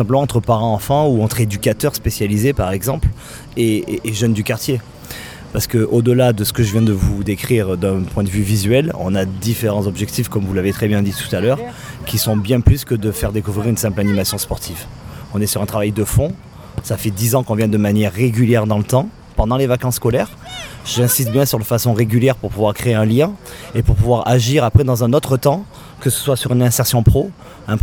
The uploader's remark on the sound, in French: Un Parole Partagée à Nice hors les murs en direct du Stadium quartier des Moulins avec l’association PES mais également les associations Sécurité Sociale Sportive et ADSEA.